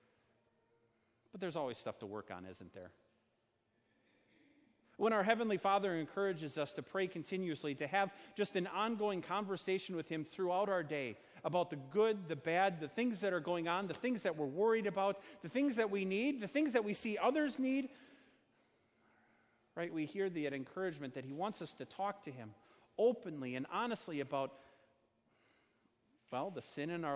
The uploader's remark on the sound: Sermon preached on Sunday, July 14, 2019, at Our Savior Lutheran Church in Birmingham, AL.